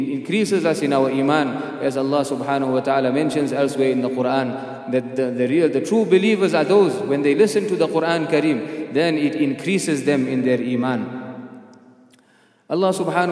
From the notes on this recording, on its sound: at the Houghton Masjid (West Street)